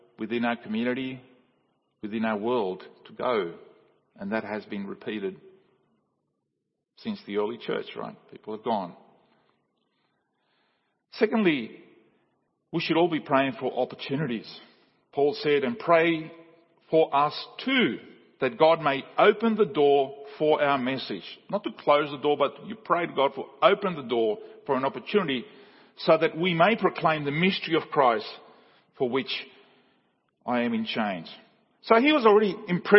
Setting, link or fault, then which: setting, large echoing room